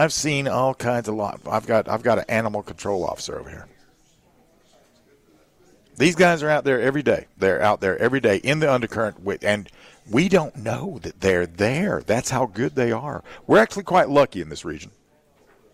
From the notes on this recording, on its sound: Live at Upstate Warriors